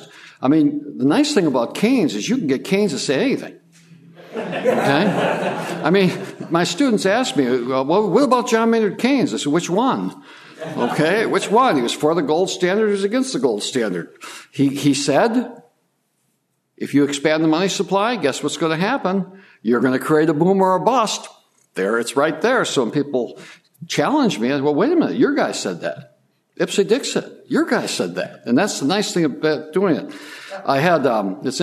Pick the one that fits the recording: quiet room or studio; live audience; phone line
live audience